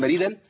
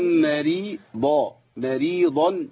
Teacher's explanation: فمن كان منكم مريضا مريضا، ايوه لان الضاد هنا ايه؟ مفتوحه، والضاد مفتوحه تبقى قويه جدا · Shown in: second take